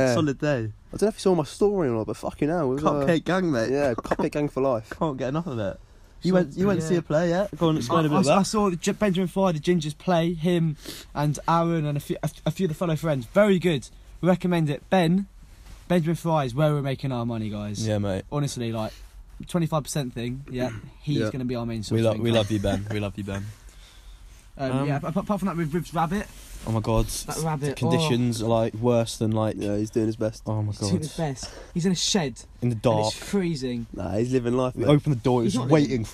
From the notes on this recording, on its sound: Live in caravan with all the bios.